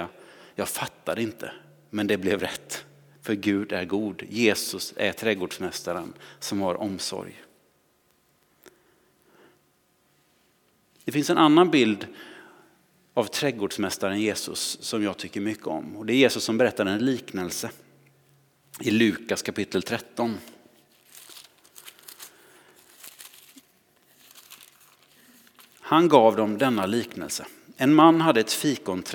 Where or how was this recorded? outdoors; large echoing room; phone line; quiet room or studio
large echoing room